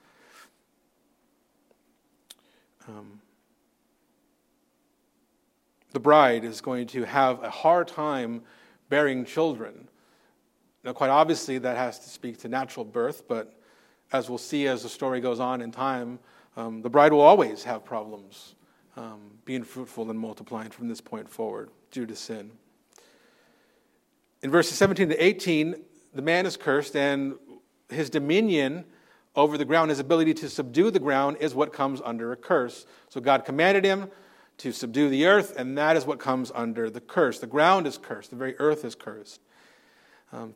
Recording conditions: large echoing room